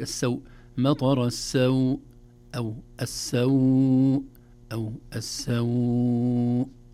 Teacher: كلمة السوء عند الوقف عليها مطر السوء، هذه هكذا مد، ولو مددنا 6 حركات ما في إشكال، ولو قلنا مطر السوء 2 حركات ما في إشكال · Term: مد اللين العارض للسكون